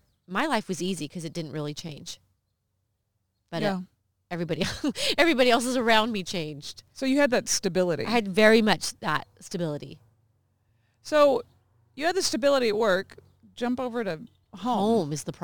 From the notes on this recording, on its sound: backyard in Tulare, California, United States of America.